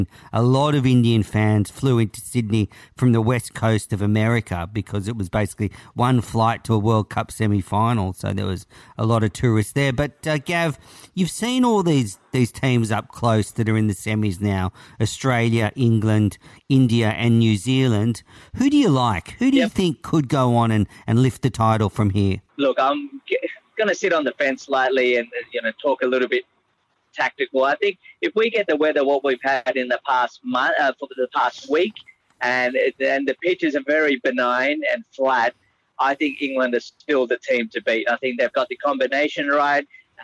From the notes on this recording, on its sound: phones in from the World Cup on Wheels